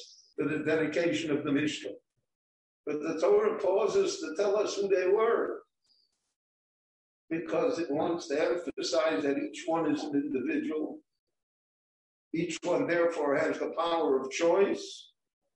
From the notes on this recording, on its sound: This short Dvar torah was recorded LIVE in Jerusalem at Beit Knesset HaNassi.